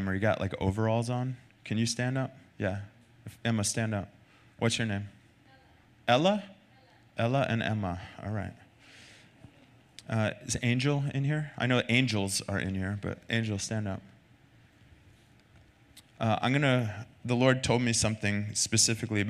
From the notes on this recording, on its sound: Recorded Sunday night service at Reunion Hawaii